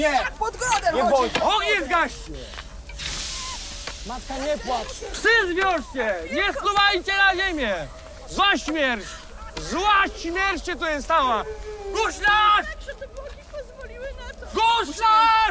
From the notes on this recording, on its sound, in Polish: Nagranie odbyło się w plenerze, w ciemności, w tłumie, za to z pochodniami czyhającymi na mikrofon. Zawiera elementy improwizacji oraz grubą warstwę dźwiękową w postaci efektów.